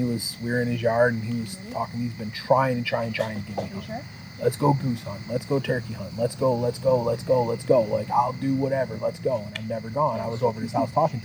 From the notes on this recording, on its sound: hanging out in the yard sitting by the fire and decided to record their conversation